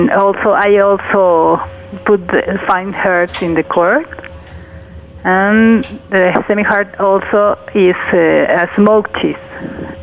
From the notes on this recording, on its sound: Joining via phone. On the phone.